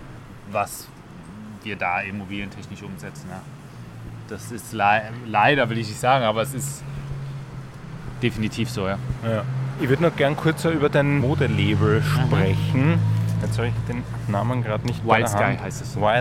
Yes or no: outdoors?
yes